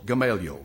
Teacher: The accent in my Bible is on the second syllable.